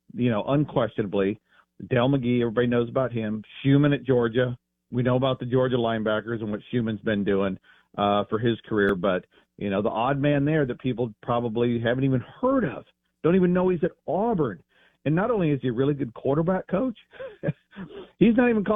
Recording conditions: phone line